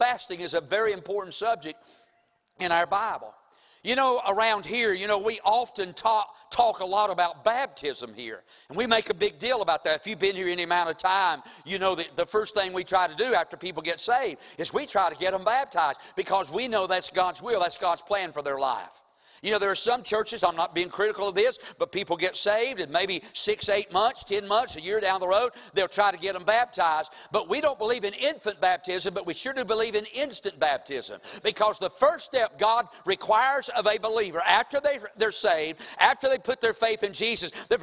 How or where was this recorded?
large echoing room